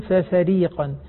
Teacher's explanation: الراء في فريقا مرققة لأنها مكسورة